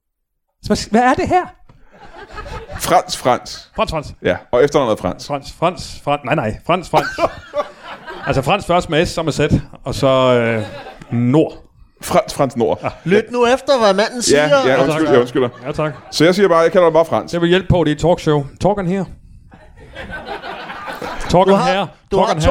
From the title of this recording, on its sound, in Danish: LIVE fra Kalundborg